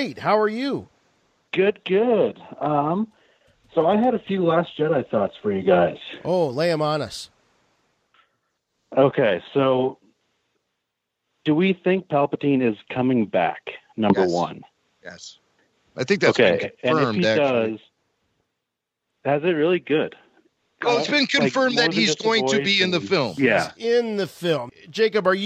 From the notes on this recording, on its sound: RFR Live Call-In Show. Spotlighting live listener calls for the whole show.